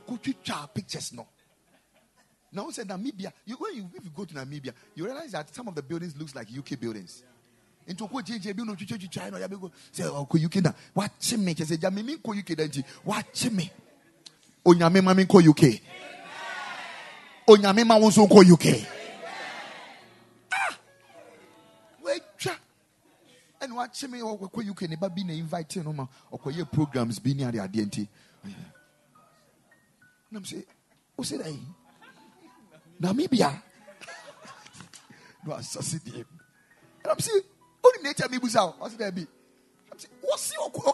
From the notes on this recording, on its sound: Preached at the Kingdom Sight Service